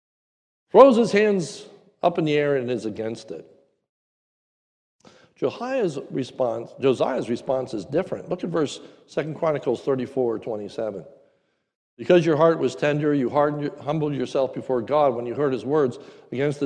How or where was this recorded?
large echoing room